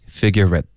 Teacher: at 的这个特我们省略，所以这个字很可怜